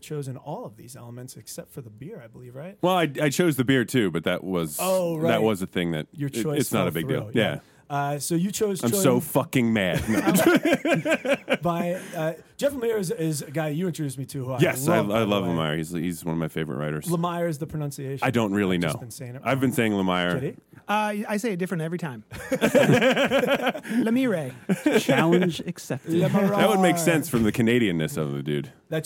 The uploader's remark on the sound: This month we're live and remote at the specatacular comic shop Hero Complex in Manayunk, PA.